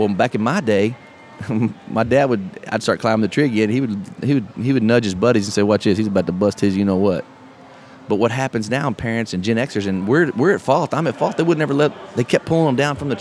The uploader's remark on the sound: Live At Podfest 2017 Day 2.